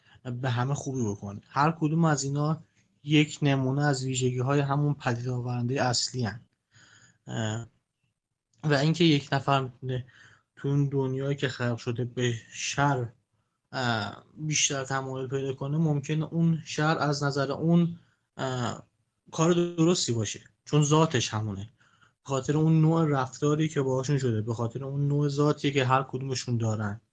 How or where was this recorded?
video call